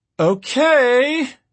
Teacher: the sing-songy rising intonation of someone trying to end a conversation